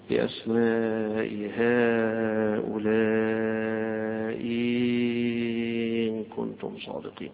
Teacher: حيبدل الهمزة الثانية ياء ويمد مدا مشبعا فيها، يقول بأسماء هؤلاء إن كنتم صادقين، مدها خلى الهمزة الثانية ياء ومدها.